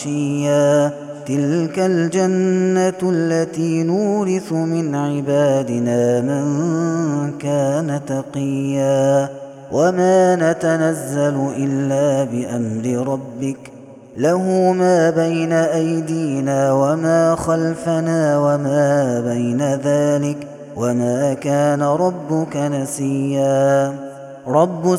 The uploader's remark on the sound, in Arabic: هذا التسجيل من صلاة التراويح. Ramadan 2021.